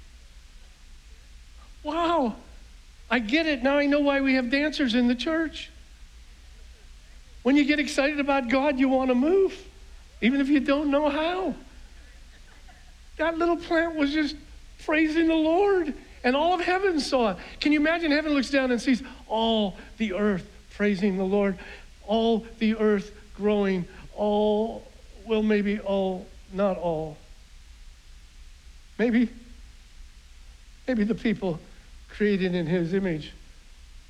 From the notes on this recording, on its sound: was preached on June 6th at the 11:30AM service